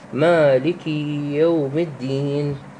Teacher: وكذلك قوله والألف المفتوح، يعني قصد الألف الساكنة اللي ما قبلها مفتوح، المفتوح ما قبلها، مثل قوله تعالى في سورة الفاتحة مالك يوم الدين، مالك الألف ساكنة ما قبلها الميم مفتوحة، هاي تمد بمقدار حركتين · Term: المد الأصلي